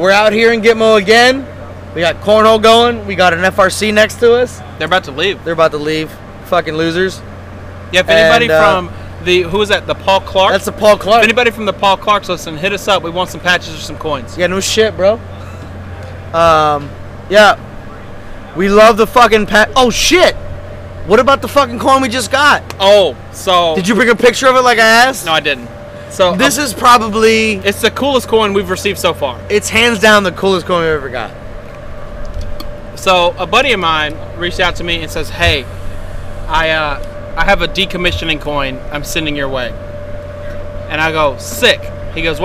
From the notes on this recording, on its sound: Round 2 of recording on Pier Alpha in GTMO.